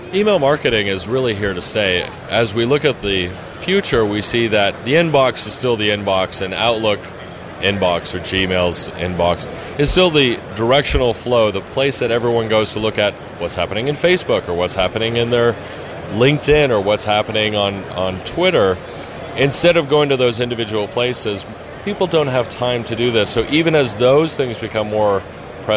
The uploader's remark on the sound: IRCE 2010. At the Internet Retailer Conference and Exhibition.